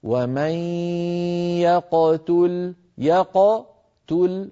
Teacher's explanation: قاف ساكنة مقلقلة فلا يصح ضم الشفتين عندها